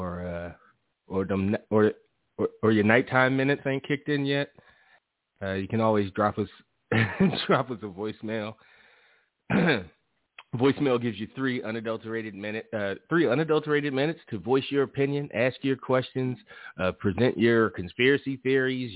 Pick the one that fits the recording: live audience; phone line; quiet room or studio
phone line